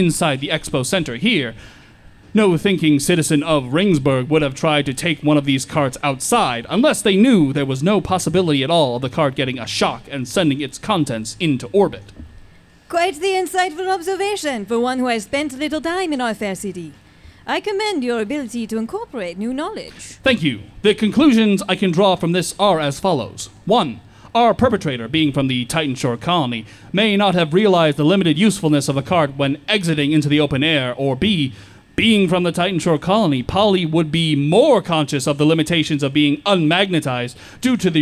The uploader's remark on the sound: Presented a special live episode at Dubuquefest.